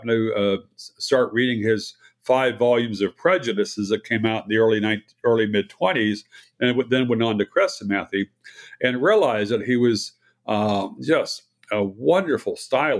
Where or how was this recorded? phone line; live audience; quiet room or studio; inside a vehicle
quiet room or studio